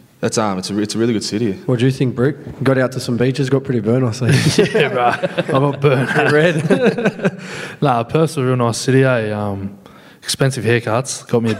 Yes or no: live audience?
yes